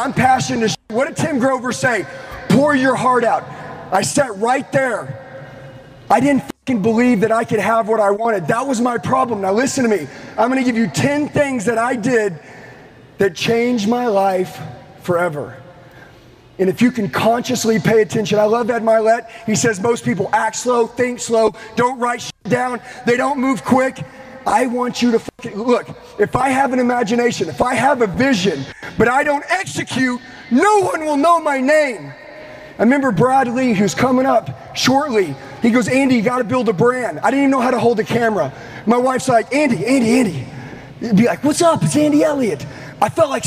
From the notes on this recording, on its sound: LIVE at the Limitless Conference in Salt Lake City. Delivers a powerful message to a live audience of thousands of entrepreneurs and business people.